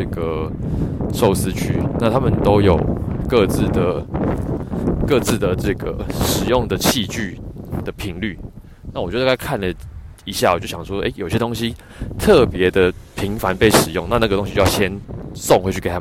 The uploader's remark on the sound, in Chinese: 散步聊天的單元。由於最近採取邊走邊聊的錄製形式，收音品質沒有室內那麼好，請聽者包涵。